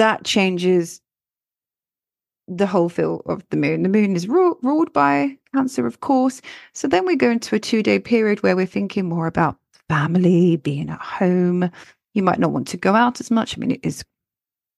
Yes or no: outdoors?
no